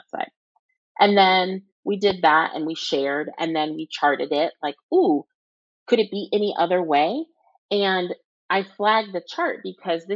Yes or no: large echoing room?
no